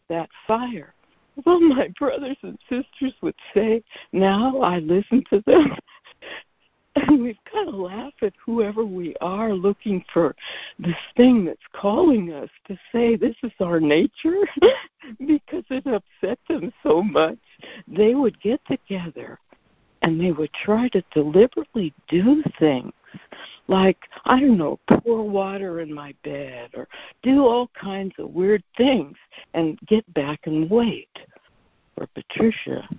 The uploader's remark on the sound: ACIM Daily Conference Call